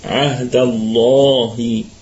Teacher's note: لام لفظ الجلالة مفخمة لأنها مسبوقة بفتحة